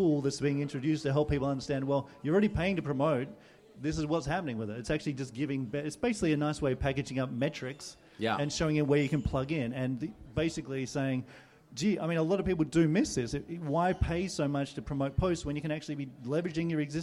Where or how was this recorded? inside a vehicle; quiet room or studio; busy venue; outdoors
busy venue